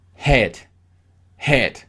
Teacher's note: Metíamos aire en la H.